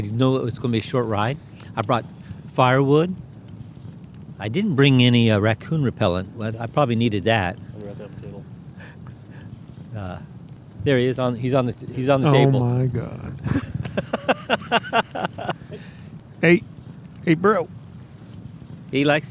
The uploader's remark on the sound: Bullards Beach Campout. We were able to fit in a first attempt at a mini podcast recording during our recent campout at Bullards Beach State Park in Bandon, Oregon. Bandon Bicycle Works (a former bike shop in the area) organized a "backyard bike camping" overnighter.